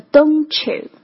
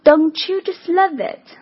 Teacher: 我们把 t 和 ye 连读的时候就会合并成这个新的音 ch